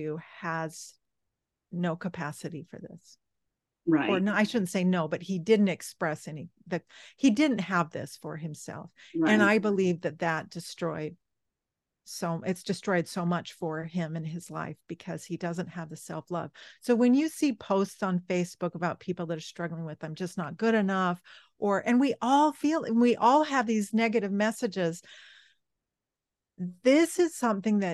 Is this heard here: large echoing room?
no